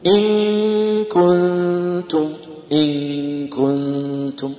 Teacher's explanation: نقول الفرق الغنة، الغنة عند الكاف أكثر من التاء